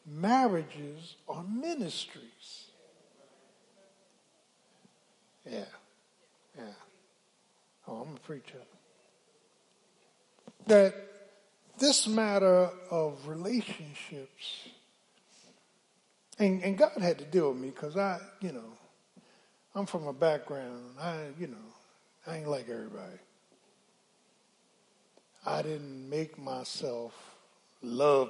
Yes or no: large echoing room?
yes